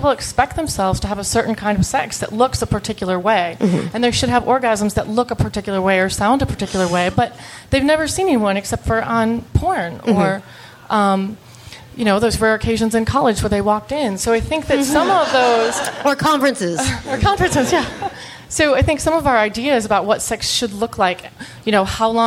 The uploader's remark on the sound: Live from Washington, DC!